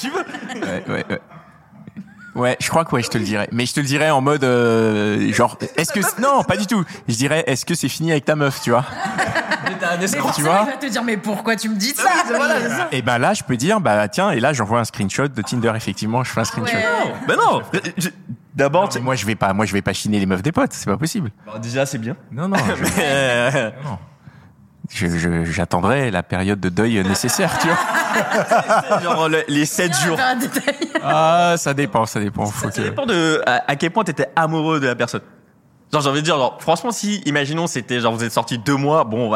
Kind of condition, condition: setting, busy venue